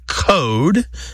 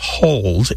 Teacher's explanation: they drop L sounds before what are known by linguists as back vowels, such as O. · Shown in: first take · These are vowels literally pronounced in the back of the mouth, especially when those vowels happen before certain consonants.